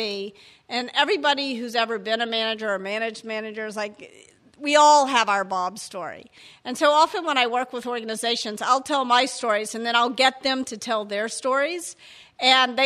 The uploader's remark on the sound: Before a live audience in San Francisco.